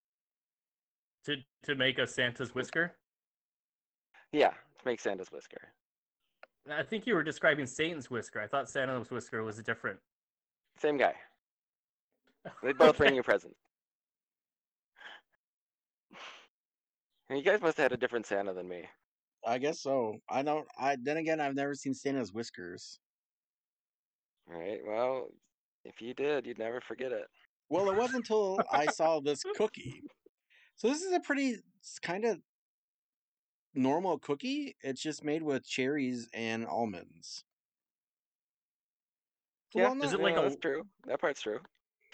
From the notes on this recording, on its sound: We sound like Robots as we podcast from home still.